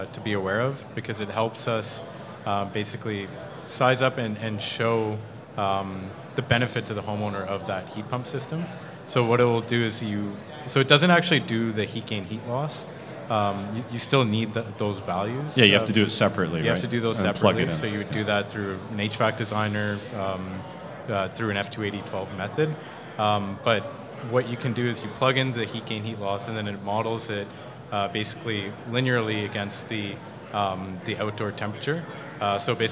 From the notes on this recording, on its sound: Live At The Heat Pump Symposium. Live at HRAI's first Heat Pump Symposium.